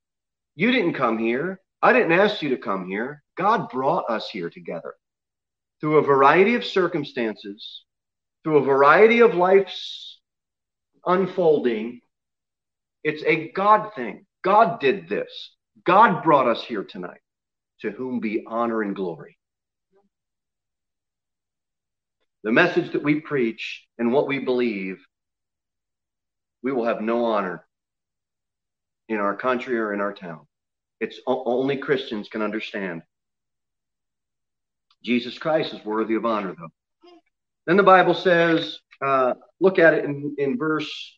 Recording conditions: large echoing room